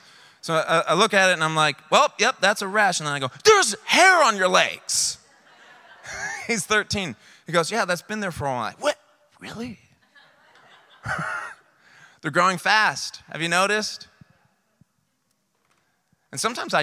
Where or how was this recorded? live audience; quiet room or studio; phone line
live audience